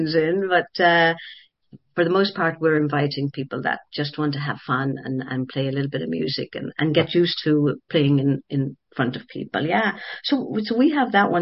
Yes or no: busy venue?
no